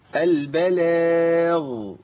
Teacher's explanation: لابد من بيان صوتها البلاغ، وطبعا مع بيان الرخاء بتاعتها لان فيها صوت بيمشي